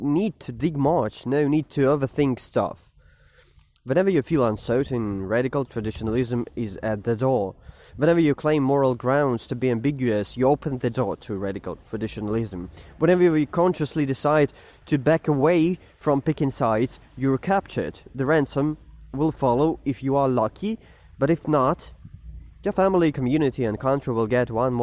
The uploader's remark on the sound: while walking to a coffeeshop before work in the morning